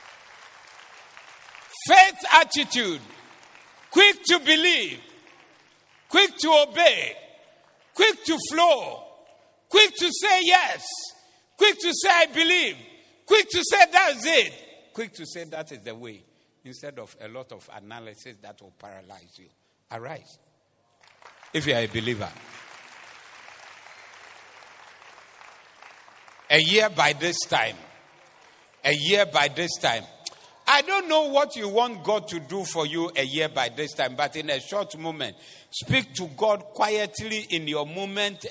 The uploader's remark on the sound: Preached at the Doxa Service 05032023